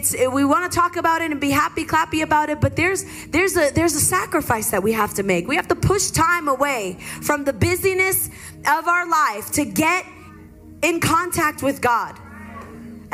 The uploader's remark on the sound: LIVE in Hobbs, New Mexico